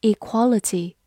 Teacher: 注意一下，重音放在了第二个音上